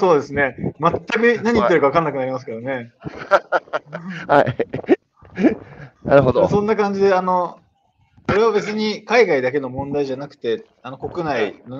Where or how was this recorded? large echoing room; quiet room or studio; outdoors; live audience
outdoors